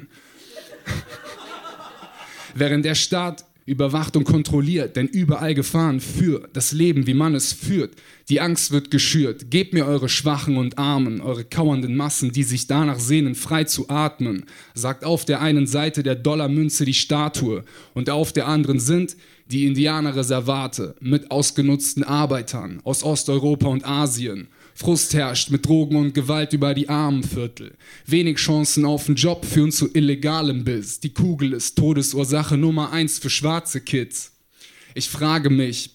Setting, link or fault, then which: setting, live audience